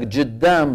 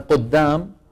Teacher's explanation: من التغييرات العامية قلبها جيم · Shown in: first take · بيقول لك جدام بدل قدام.